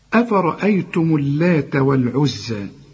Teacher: اللام هنا مشددة لكن لا تغن، ما تقولش اللات لا.